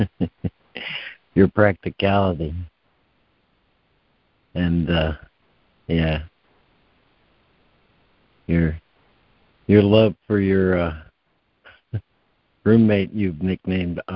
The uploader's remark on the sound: ACIM Daily Conference Call.